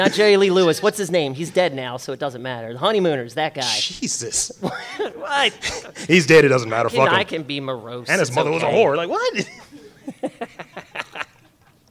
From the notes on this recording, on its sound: Live At The Baltimore Podcast Festival. Record live at The Windup Space in Station North.